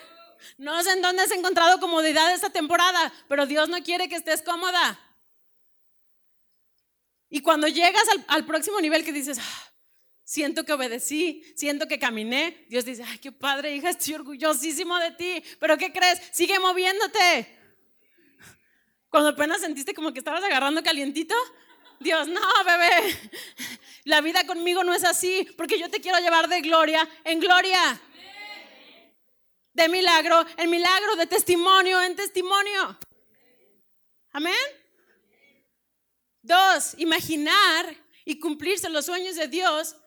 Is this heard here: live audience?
yes